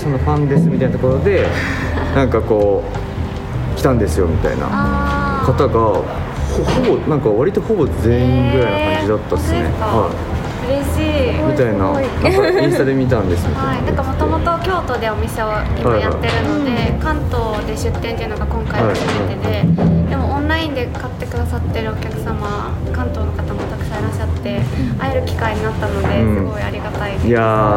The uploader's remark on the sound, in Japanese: reload下北沢でおこなっている新しい買い物体験イベント「kaiwamono」の現場から